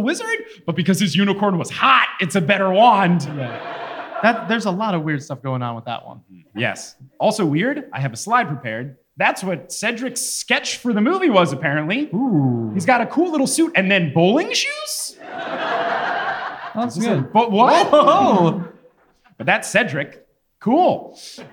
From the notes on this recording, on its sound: LIVE FROM NEW YORK!